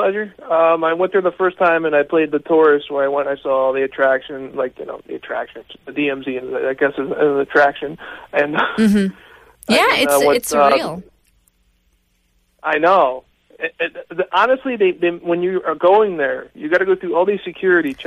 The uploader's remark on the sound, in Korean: 청취자 전화연결.